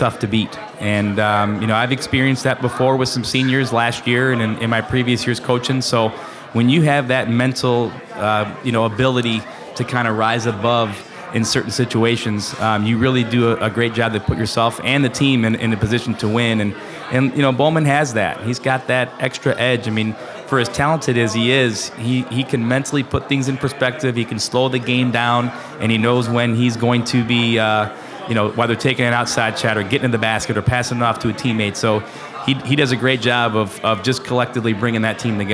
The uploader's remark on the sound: Live from Calihan Hall. A number of guests on the concourse of Calihan Hall.